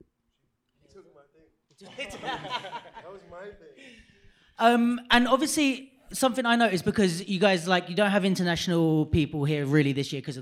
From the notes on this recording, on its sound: Litefest 2021 Live Talk. It is the first ever live podcast we've managed to do.